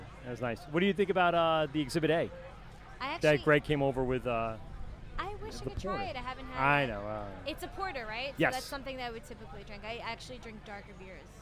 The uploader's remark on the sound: LIVE at the LI Craft Classic 2019